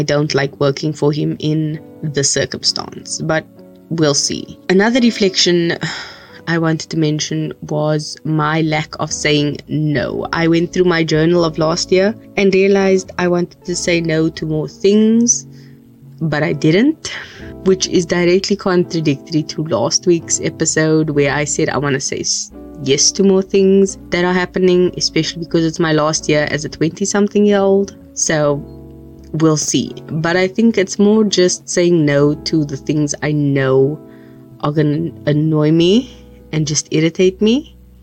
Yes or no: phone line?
no